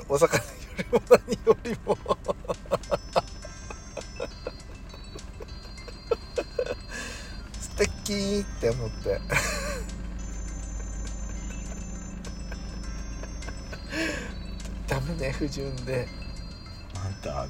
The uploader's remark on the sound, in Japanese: パーキング収録